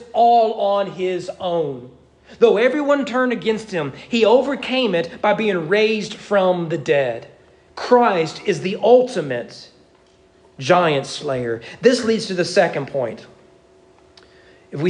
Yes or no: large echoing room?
yes